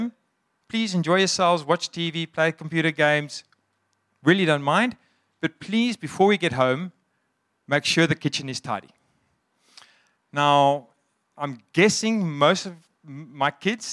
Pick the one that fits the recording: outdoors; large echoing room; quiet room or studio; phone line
large echoing room